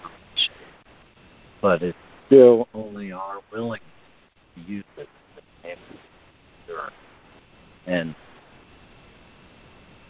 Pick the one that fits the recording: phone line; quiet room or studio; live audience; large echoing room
phone line